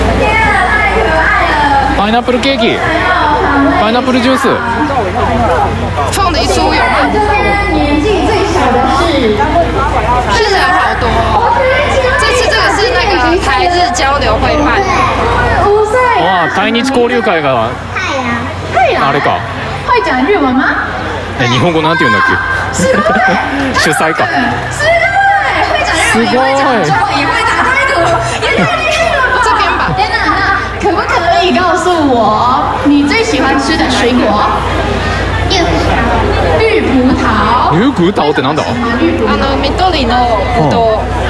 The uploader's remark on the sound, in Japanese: 台日果物市に来て現場実況してみた！8/20在總統府前舉辦的台日水果市集好熱鬧！今回は外で録音したので、台湾の音がたくさん聞けます！這次是戶外收音，一起來感受一下現場熱鬧的氣氛吧！